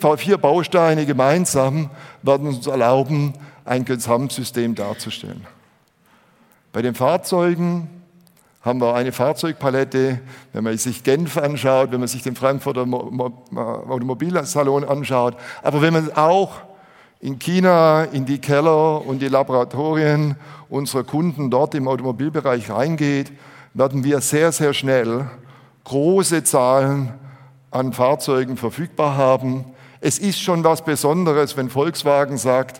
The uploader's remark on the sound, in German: Auf der Bühne des auto motor und sport Kongress 2019